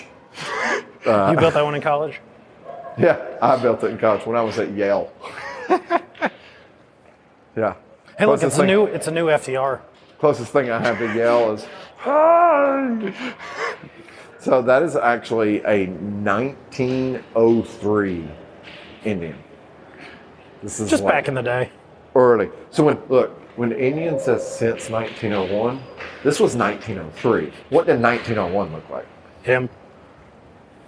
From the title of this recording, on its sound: Live from Barber Motorsports Museum